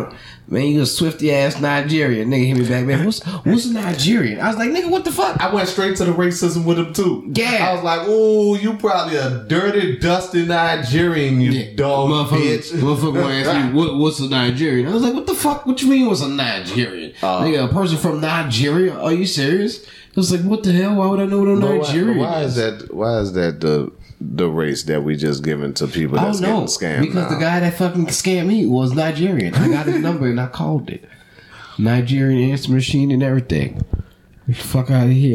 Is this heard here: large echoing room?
no